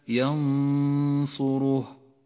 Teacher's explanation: النون الساكنة تخفى بحرف الصاد مع بقاء غنة للنون بمقدار حركتين · Term: الإخفاء